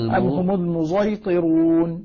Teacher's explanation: الآن خلاد بخلاف عنه وخلف بلا خلاف يقرأنها بإشمام الصاد زاين أم هم المزيطرون جميل ليست صادا ولا زاين صاد مشرب زاي كصاد أصغرات أو أصغرات نعم إشمام الصاد زايا كما هو مذهبهم في هذا